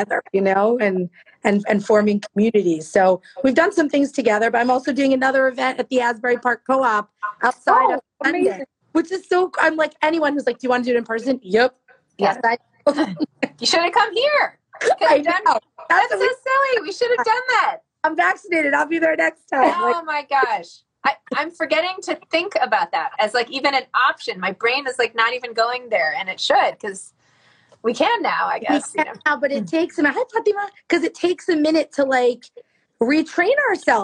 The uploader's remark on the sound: Over IG Live.